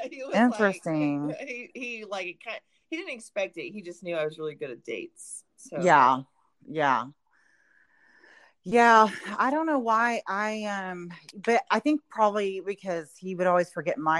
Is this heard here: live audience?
no